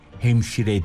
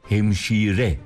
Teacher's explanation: Evet, hemşire değil, iyiyi uzatarak hemşire diyoruz · Shown in: second take